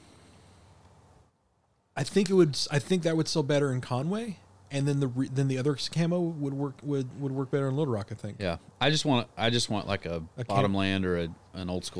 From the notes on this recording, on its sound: take the show outside into the crisp cool Autum air